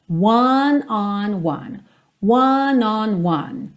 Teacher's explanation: começa fechadinho, depois aberto, depois fechadinho de novo